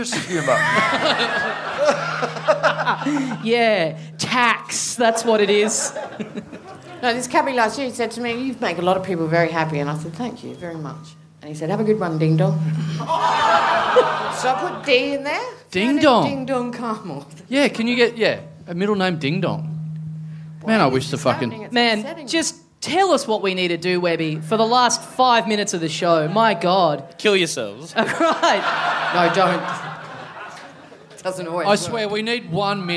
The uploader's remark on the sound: Another huge month of live shows from Melbourne!